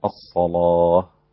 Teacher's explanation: كلمة الصلاة يغلظ اللام فيها الإمام ورش، فيصير النطق بها الصلاة هكذا.